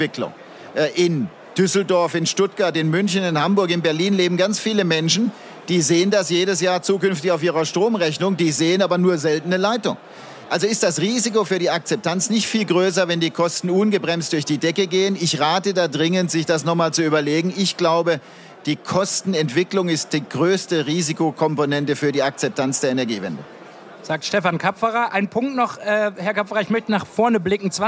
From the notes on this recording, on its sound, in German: Podcast-Sonderfolge, die auf dem Handelsblatt-Energiegipfel in Berlin aufgenommen wurde.